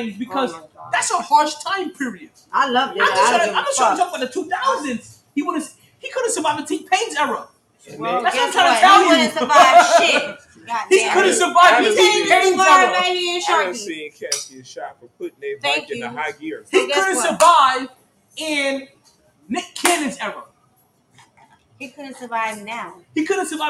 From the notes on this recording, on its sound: Monday Night Football live from Sharkeys.